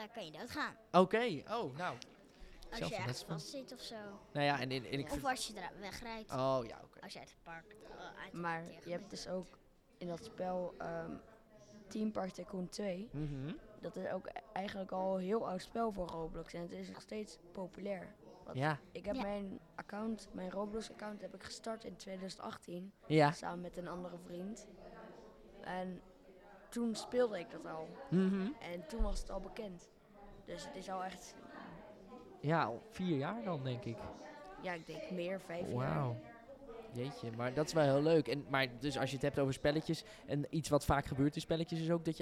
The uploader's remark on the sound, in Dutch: Samen met bekende én onbekende podcastmakers, probeert hét mediafestival van Nederland om het wereldrecord podcast maken te verbreken. Spreekt tijdens de Museumnacht 2022 met bezoekers en medewerkers van Beeld & Geluid Den Haag.